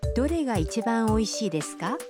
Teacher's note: Agregando desu ka y elevando la entonación al final de la frase, obtenemos una pregunta